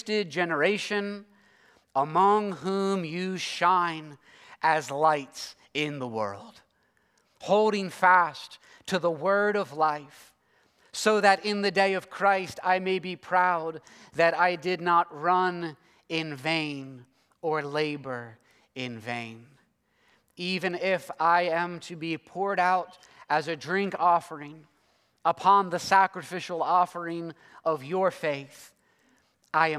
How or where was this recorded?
large echoing room